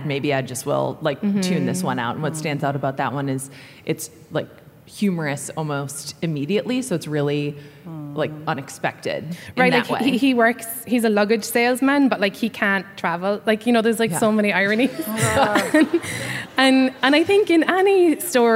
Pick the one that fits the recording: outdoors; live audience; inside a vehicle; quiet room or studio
live audience